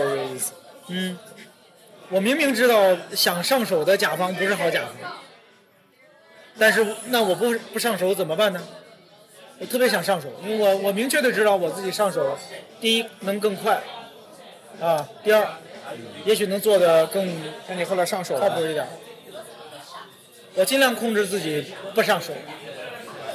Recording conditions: busy venue